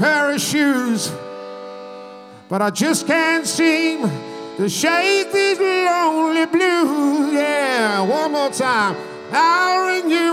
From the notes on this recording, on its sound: at our regular venue the Hootananny in Brixton